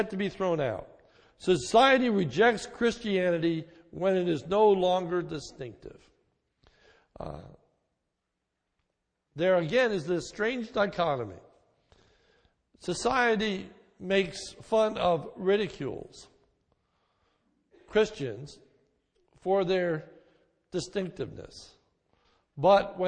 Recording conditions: large echoing room